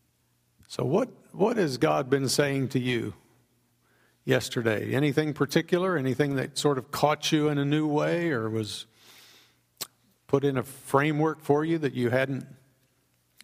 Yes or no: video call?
no